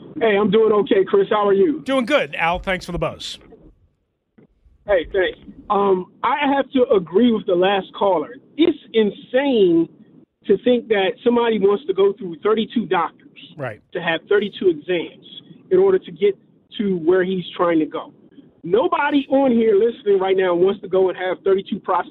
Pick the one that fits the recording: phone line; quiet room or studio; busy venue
phone line